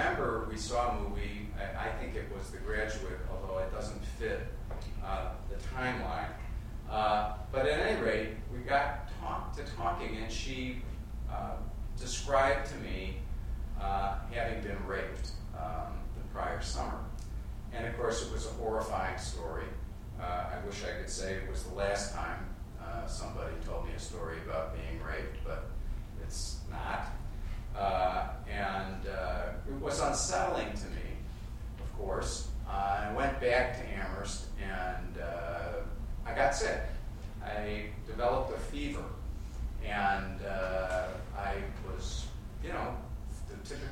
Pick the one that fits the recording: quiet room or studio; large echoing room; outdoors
large echoing room